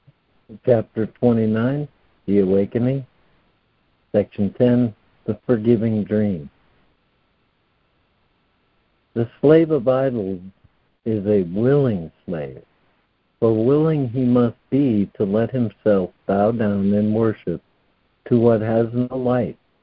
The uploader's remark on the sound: ACIM Daily Conference Call.